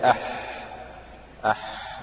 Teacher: الاعتماد على المخرج يعني ضعيف، سمح للهواء بالخروج أو للنفس بالخروج · Term: الهمس